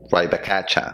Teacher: En vez de decir right back at you, los unes todos y dices right back at ya, como un cha al final.